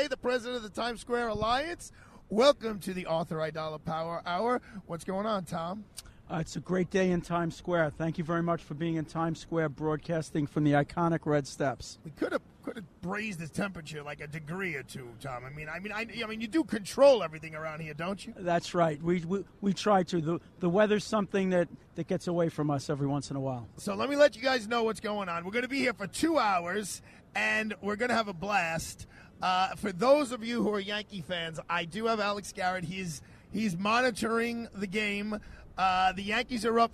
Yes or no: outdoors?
yes